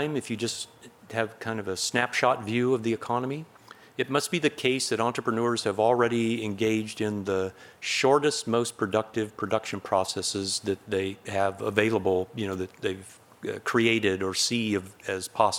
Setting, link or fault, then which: setting, large echoing room